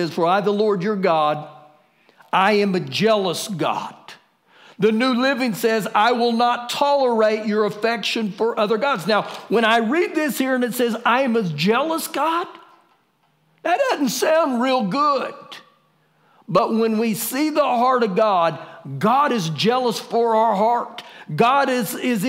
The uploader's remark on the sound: Recorded live during our Wednesday night service on 03-25-2020